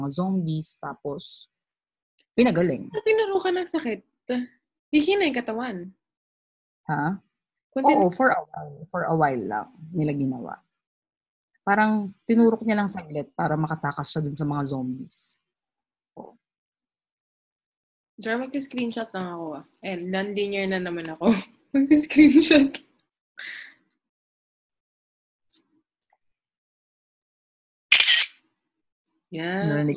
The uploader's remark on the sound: We're also posting our zoom video for this.